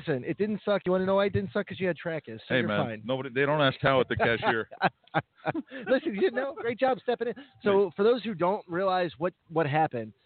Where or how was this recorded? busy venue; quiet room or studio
busy venue